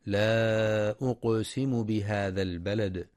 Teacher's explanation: في بداية سورة البلد، بسم الله الرحمن الرحيم، لا أقسم بهذا البلد، ينتبه القارئ للمد المنفصل في لا أقسم، حيث يمد أربع أو خمس حركات لحفص من طريق الشاطبية، وينتبه لقلقلة القاف الساكنة في أقسم وقلقلة الدال الساكنة في البلد عند الوقف عليها